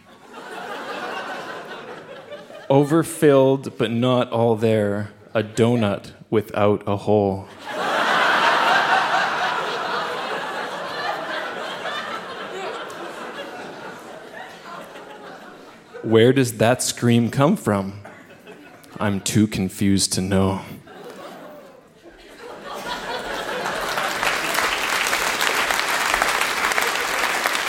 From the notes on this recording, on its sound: (Saskatoon). Recorded live at the Cosmo Seniors Center as part of Winterruption 2017.